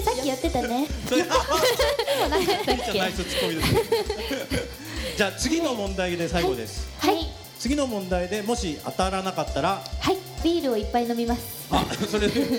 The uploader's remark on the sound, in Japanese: 川崎モアーズにて公開収録！